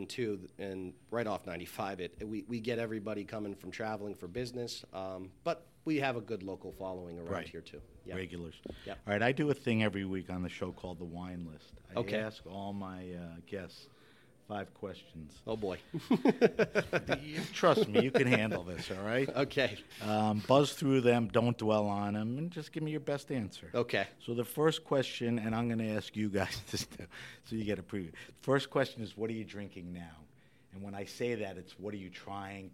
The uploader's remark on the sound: This episode of HRN On Tour was recorded at the Global Wine Dinner at Washington Prime as part of Norwalk Now's CRUSH. The proprietor of Washington Prime in the SoNo district of Norwalk, CT.